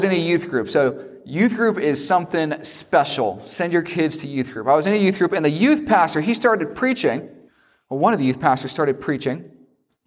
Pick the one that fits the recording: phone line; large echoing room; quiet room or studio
large echoing room